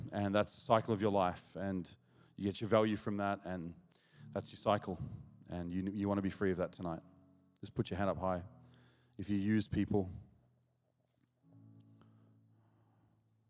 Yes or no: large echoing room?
yes